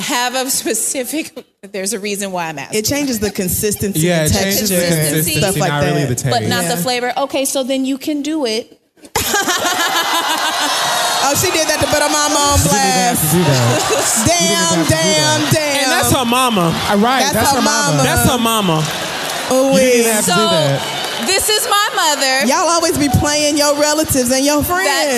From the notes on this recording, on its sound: The Read Live from San Francisco